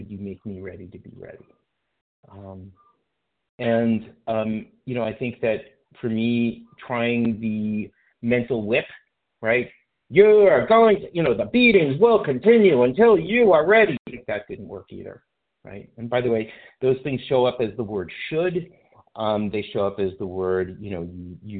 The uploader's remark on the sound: from the 100 Pounders Phone Meeting